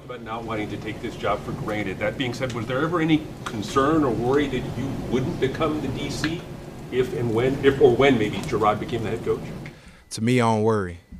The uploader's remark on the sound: addresses the media during his press conference at Gillette Stadium on Wednesday, February 21, 2024